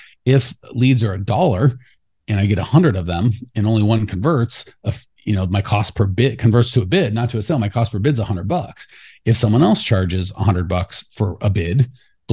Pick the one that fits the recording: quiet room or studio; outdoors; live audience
quiet room or studio